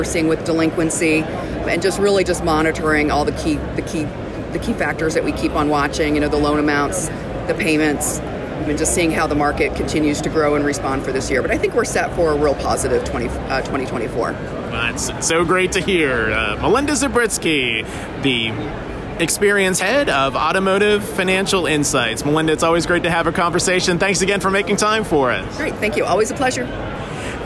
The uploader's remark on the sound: recorded at NADA Show 2024 in Las Vegas.